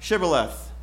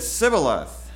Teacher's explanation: they couldn't pronounce it, the SH sound, Shibboleth, and they just could only say Sibboleth and gave themselves away.